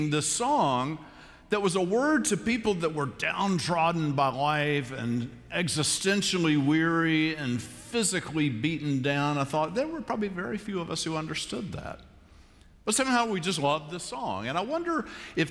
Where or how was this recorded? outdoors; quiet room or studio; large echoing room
large echoing room